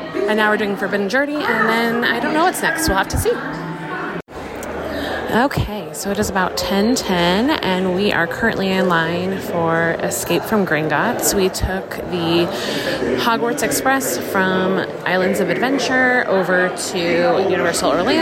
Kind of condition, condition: setting, outdoors